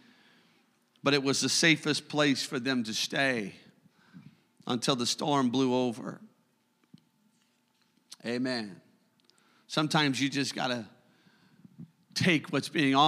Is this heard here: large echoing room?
yes